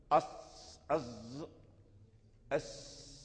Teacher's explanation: فلها صفير كصفير الطير، فصوتها يخرج من بين الأسنان، من بين الثنايا العليا، أز أس، فلا بد من الصفير، لا بد أن يعني لمن أراد أن ينطق بالصاد لا بد أن يحرص على صفة الصفير فيه.